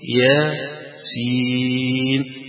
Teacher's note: يقف عليها حرف حرف، يبين أن هذه حروف وليست كلمة متصلة